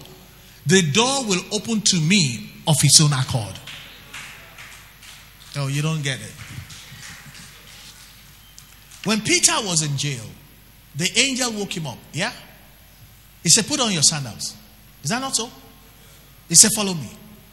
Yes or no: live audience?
yes